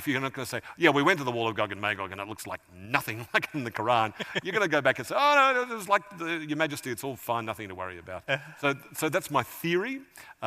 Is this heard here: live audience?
yes